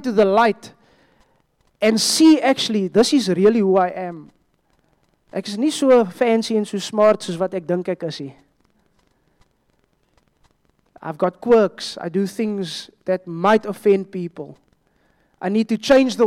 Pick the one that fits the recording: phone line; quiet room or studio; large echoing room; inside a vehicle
large echoing room